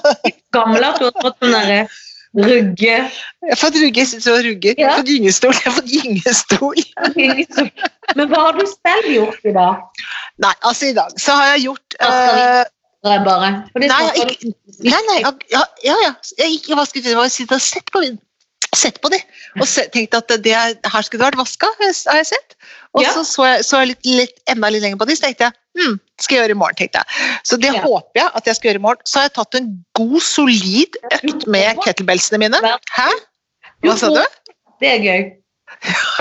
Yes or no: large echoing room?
no